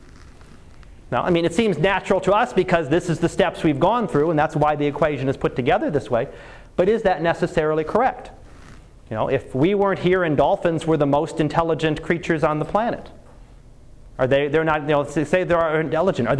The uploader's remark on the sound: Live Class Lecture